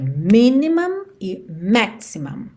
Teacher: E essa sílaba que tem o M e o M é a última sílaba. E as sílabas tônicas são as primeiras nessas duas palavras.